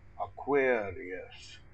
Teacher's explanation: Say Aquarius with the first vowel of about and follow with the stressed bare vowel, bit vowel, and finish with the first vowel of Aquarius.